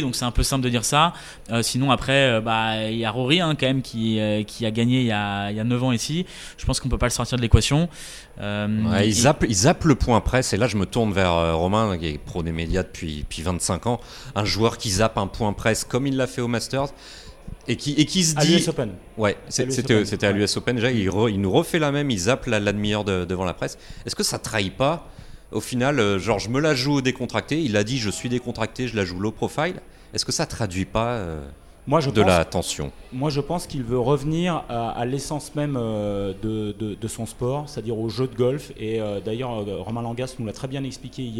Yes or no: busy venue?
yes